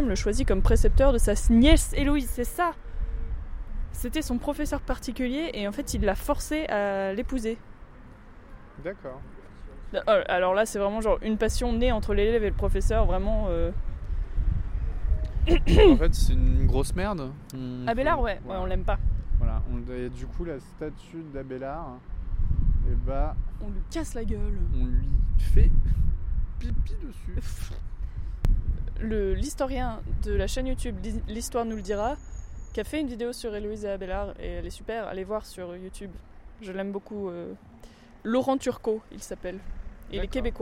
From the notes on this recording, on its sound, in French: On sait que c'est pas bien tout pareil et que des fois on entend et des fois on entend pas. Il y a beaucoup de bruits de voiture dans cet épisode.